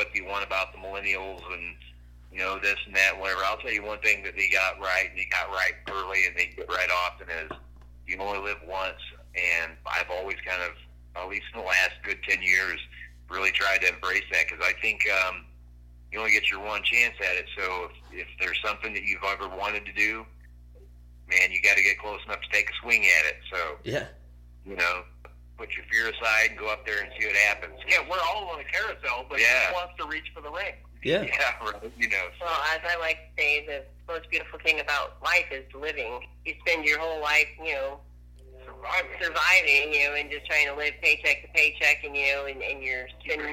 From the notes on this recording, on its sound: burnt the phone lines